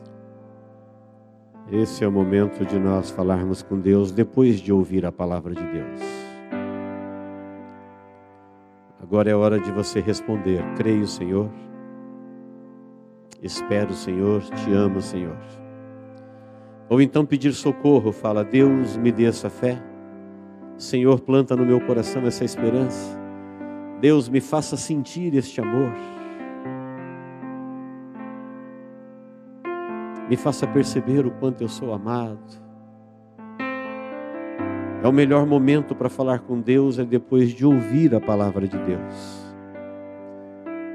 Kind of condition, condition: setting, large echoing room